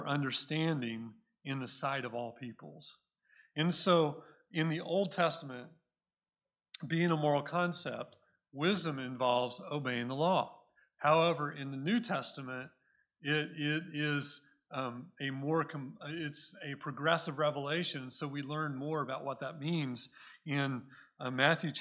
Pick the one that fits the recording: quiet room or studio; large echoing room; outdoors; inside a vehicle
large echoing room